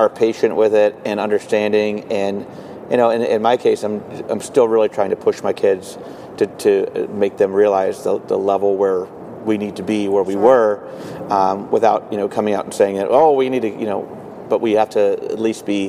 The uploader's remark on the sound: Live from the Midwest Clinic in Chicago!